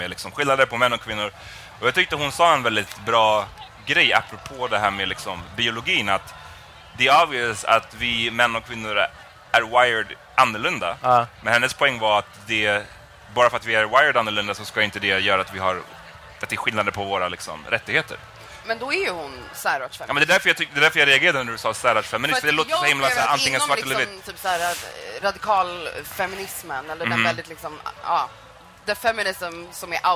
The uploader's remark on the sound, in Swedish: Live från Way Out West. Denna pod spelades in live på plats under Way Out West 2017.